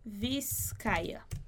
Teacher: o som do V, que fica como um B